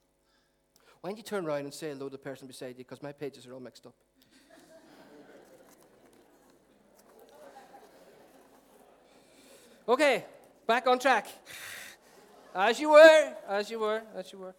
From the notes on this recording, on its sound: Recorded at our 11am Celebration at our Storehouse venue.